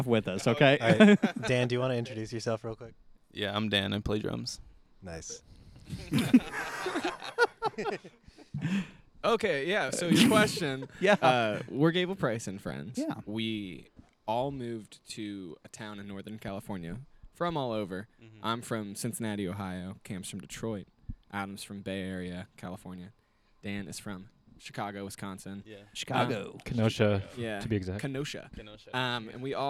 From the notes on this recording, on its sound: We actually recorded this backstage at their concert a few weeks ago.